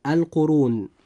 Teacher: كلمة القرون جاء حرف الراء هنا مضموما، فيجب أن يفخم وينطق هكذا: القرون.